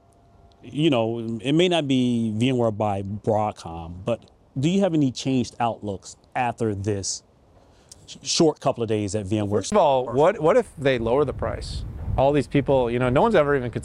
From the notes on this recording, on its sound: Recorded at VMware Explore 2023 EU